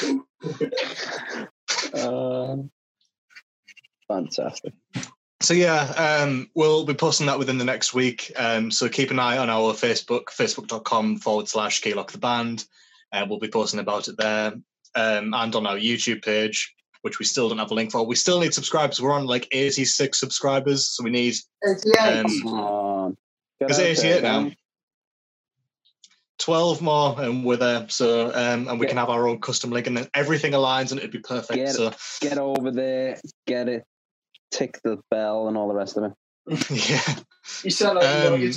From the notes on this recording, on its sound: Sorry for the slightly worse audio this week, my internet connection did me real dirty this week.